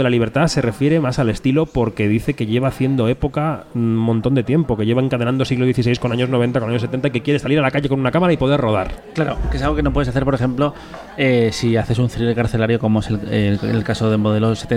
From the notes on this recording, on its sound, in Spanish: Kinótico en Onda Cero. Programa especial desde el Festival de Málaga 2023.